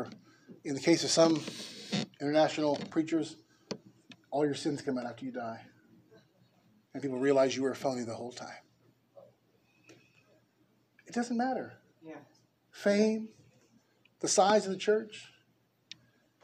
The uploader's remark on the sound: Preached at Liberty Baptist Church in Norwalk, Ca.